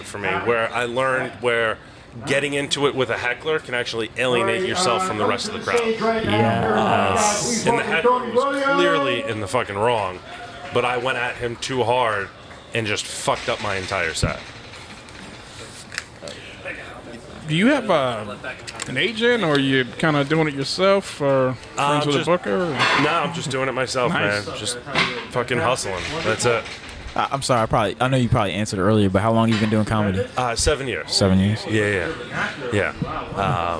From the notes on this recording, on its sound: Recorded on Thursday March 17th, 2022 at the Fat Fish Blue at Pointe Orlando Open Mic located next to the Orlando Improv.